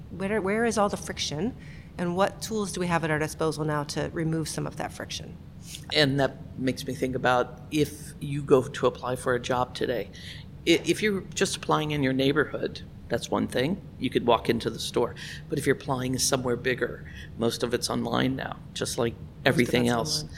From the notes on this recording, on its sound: joins me from the Global Inclusive Growth Summit in Washington, DC